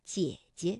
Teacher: 当连读的时候，第一个姐呢，我们就把它读成21 · Term: 赏声